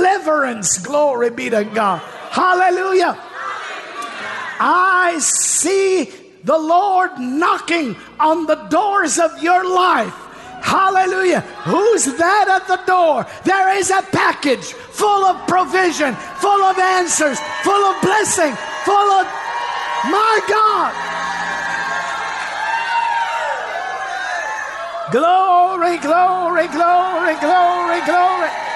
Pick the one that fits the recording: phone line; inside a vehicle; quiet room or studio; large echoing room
large echoing room